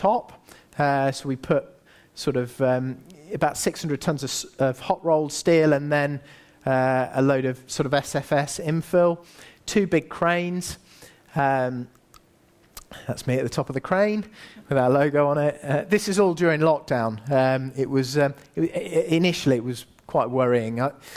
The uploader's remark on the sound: Recent talk at the Underground Empire Builders Event.